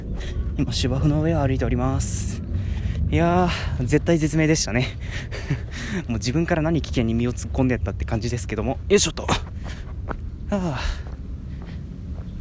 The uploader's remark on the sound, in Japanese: おさんぽしよ。＠とある公園